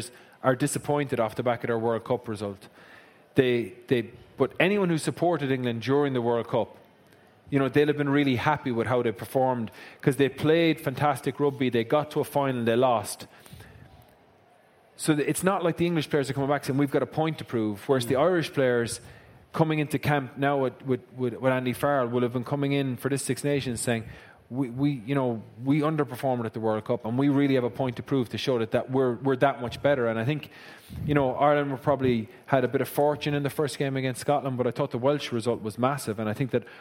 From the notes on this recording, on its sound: LIVE in Dublin. As House of Rugby goes live to preview some big Guinness Six Nations matches.